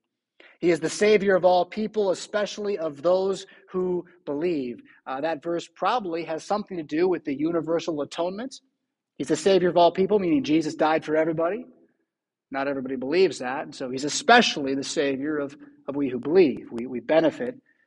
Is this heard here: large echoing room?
yes